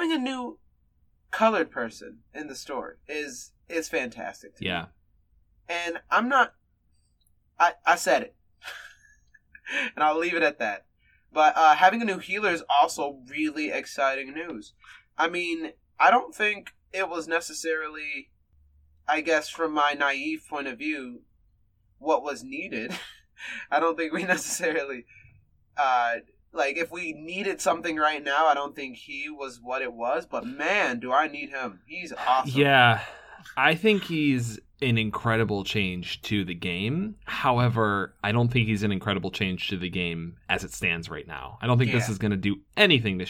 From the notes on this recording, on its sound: Please pardon our minor audio issues this week!